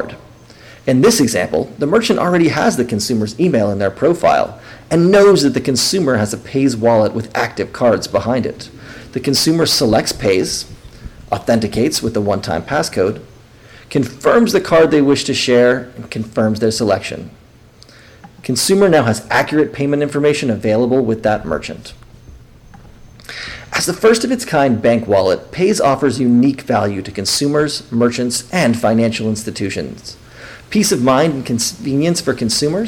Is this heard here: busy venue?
yes